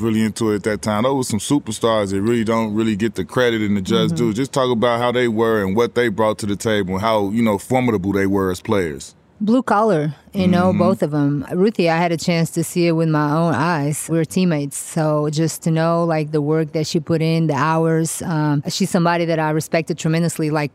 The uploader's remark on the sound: Live on location from XS Nightclub at Wynn Las Vegas